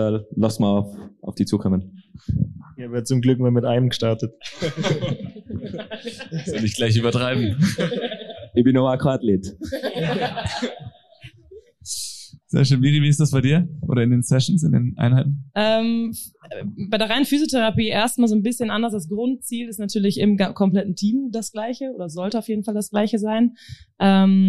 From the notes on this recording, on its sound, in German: live on stage beim FESTIVAL FIVE 2023.